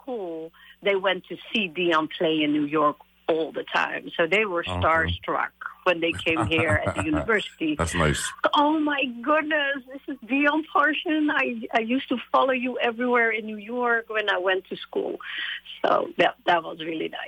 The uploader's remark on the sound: Broadcasting from St Thomas. Speaks on the phone.